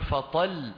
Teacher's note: إذن هي هذا القصد منه، الضغط على من قبل الحرف ما قبل الموقوف عليه، على الموقوف عليه، لما بتنتقل من الحرف ما قبل الموقوف عليه إلى الحرف الموقوف عليه تنزل عليه بقوة إشعارا للسامع أن هذا الحرف الذي وقفت عليه هو في الوصل مشدد · Term: النبر